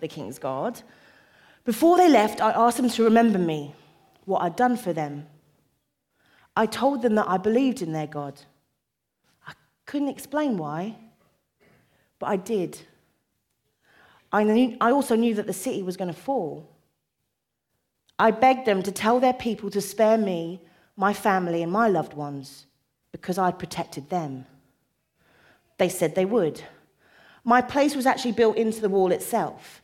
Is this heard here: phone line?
no